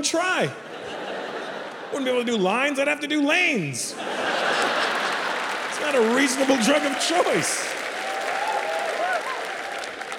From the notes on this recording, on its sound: Recorded in front of a sold-out audience at Mumbai’s NSCI Stadium.